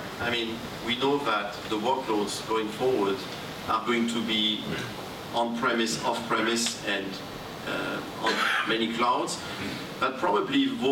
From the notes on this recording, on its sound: This episode was originally recorded live in June at the 2022 GTDC Summit EMEA in Amsterdam. Hosted an interactive discussion with three technology executives.